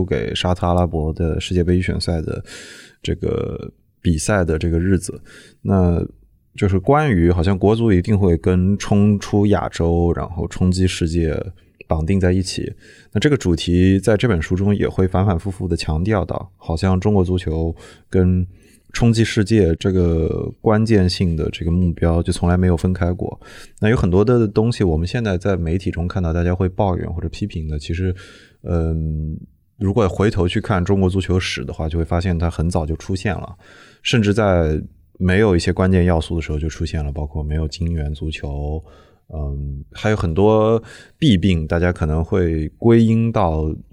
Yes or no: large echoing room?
no